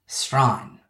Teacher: Strine is a phonetic rendering of the word Australian spoken rapidly with a broad Aussie accent, its normal three or four syllables compressed into one